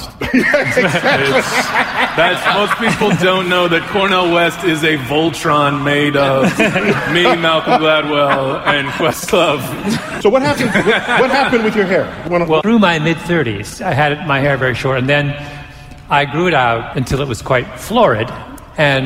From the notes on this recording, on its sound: Recorded live at NYC’s Hammerstein Ballroom.